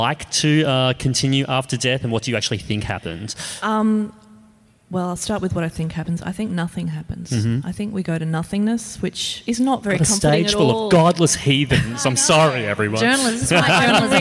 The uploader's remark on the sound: In this one-off live special of Dicey Topics. Wollongong Writer's Festival.